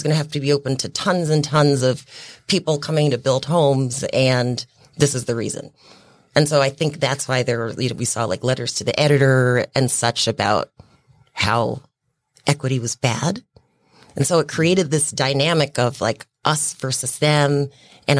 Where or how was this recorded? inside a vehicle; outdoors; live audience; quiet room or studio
quiet room or studio